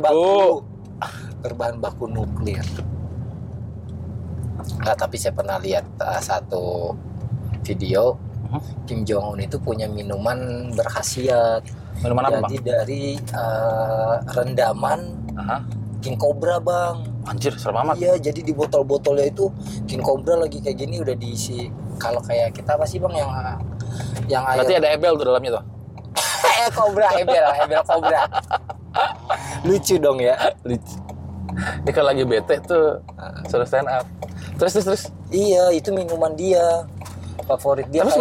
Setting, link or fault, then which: setting, inside a vehicle